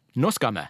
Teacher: den første melodien min, som er en sånn einermelodi, den omfatter ikke bare nå, men nå skal vi.